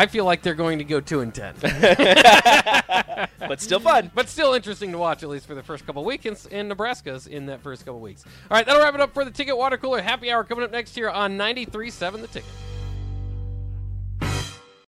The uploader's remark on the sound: Press Conference Audio